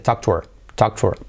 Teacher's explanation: A veces saltamos la H